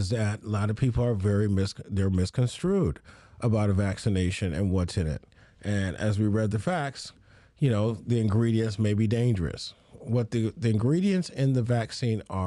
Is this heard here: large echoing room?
no